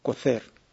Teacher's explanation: en ninguna parte del continente americano, se hace la distinción S-Z, como se hace en muchas partes de España. Este fenómeno, el no distinguir S de Z, es lo que se conoce como el ceseo.